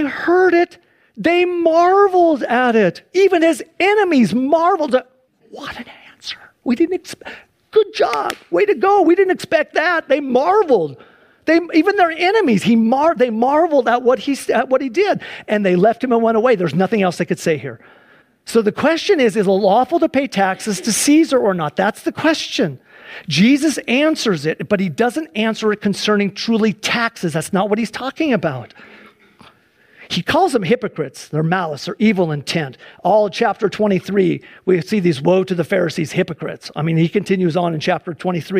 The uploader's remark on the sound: Please enjoy this Sunday church service livestream